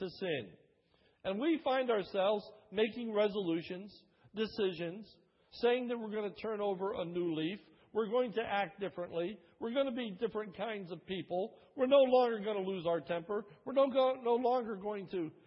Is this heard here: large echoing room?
yes